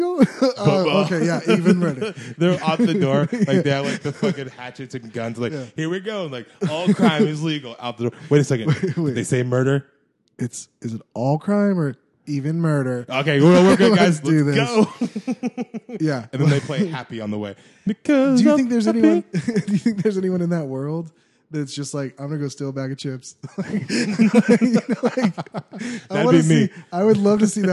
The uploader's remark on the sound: return in fine form for their first “Live” episode.